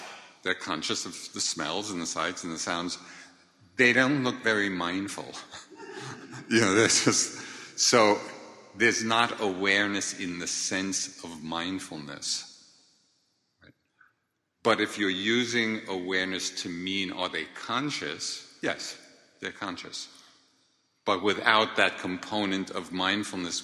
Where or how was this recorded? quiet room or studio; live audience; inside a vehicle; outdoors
live audience